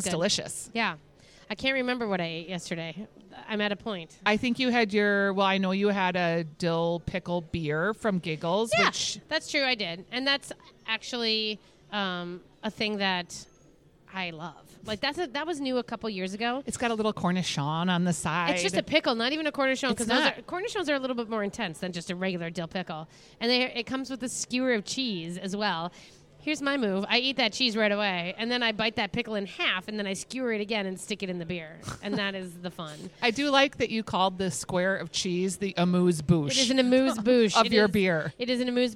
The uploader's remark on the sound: Live from Angry Birds Universe at the Minnesota State Fair. Take a stroll through the new Angry Birds Universe exhibit in the North End and visit the Dirt Stage in the Ag Hort building.